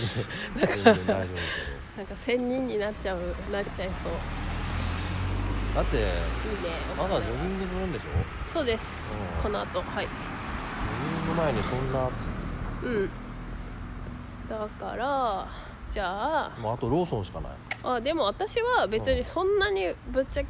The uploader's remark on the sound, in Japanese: 新道商店街を行く。新道商店街のまちの音がなんかいいなぁと思ったので、今回もBGMは付けづにいってみます。ただ歩きながらしゃべっている。